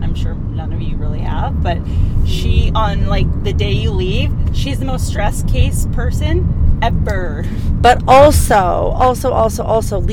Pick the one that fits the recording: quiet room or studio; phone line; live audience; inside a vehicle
inside a vehicle